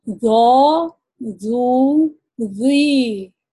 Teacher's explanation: ذا جب کہتے ہیں ہم اس وقت جو زبان کی جڑ ہے، اقصی لسان جو ہے، وہ تھوڑی ابھری ہوئی ہو جائے گی. لیکن جب زال کہتے ہیں اس وقت وہ نیچے ہی ہوگی، کیونکہ یہ زو ہم موٹا پڑیں گے اور زال جو ہے وہ پتلا پڑے گی.